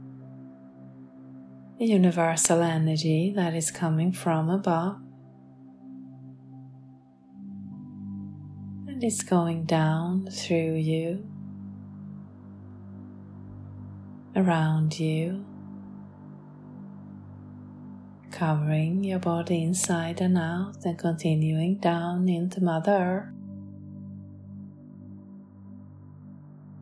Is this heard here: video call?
no